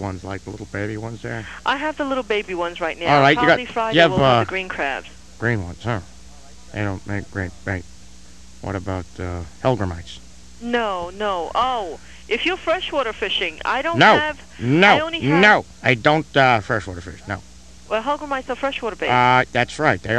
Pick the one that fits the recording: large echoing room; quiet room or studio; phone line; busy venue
phone line